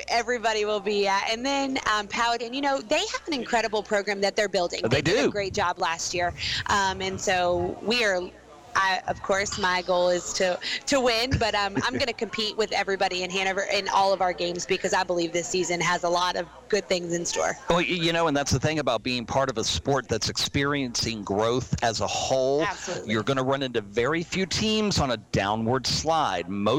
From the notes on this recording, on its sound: Live from SportsPage Grille Ashland